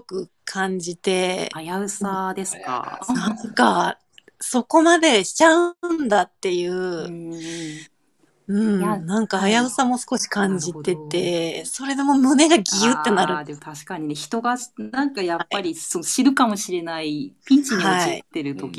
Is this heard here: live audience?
no